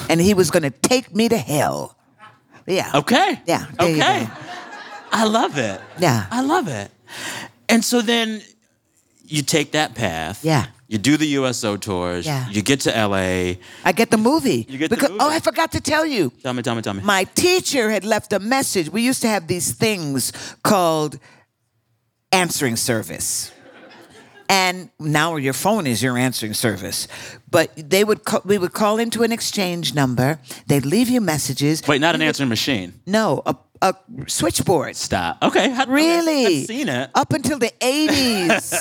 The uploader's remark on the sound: In a live conversation from this year’s Vulture Festival.